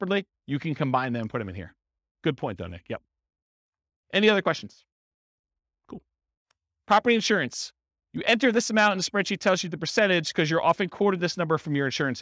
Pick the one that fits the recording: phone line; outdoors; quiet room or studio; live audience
live audience